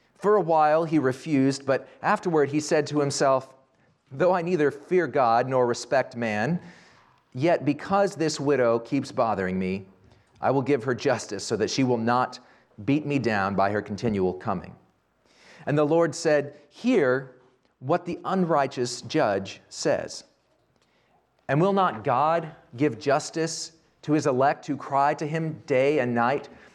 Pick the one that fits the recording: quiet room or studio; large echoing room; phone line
large echoing room